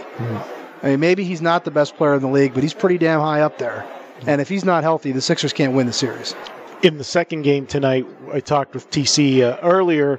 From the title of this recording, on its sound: Live From the Super Book at the Westgate Las Vegas